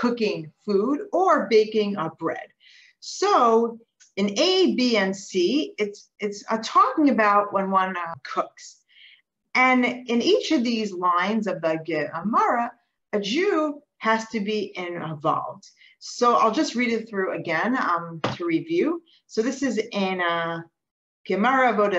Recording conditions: video call